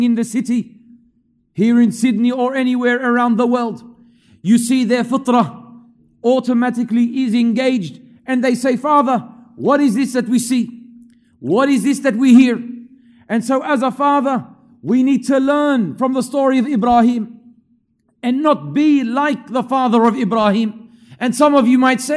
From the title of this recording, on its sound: LIVE from Masjid Al-Azhar, Belmore